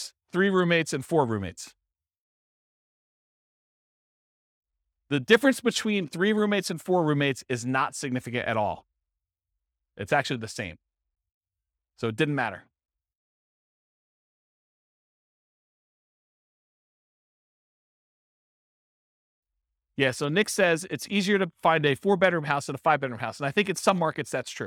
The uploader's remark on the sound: This was a live class recorded